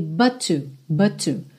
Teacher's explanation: A gente tem uma palavra que termina em T e outra palavra que começa em T. A gente tem um resultado final de um T só no som